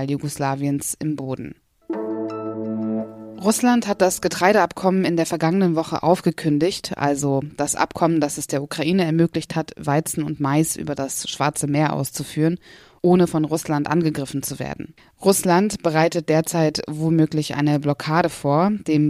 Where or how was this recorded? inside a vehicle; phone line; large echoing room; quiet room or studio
quiet room or studio